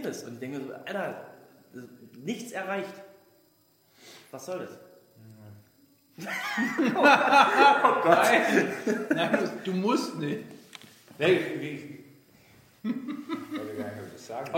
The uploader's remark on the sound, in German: Der Livepodcast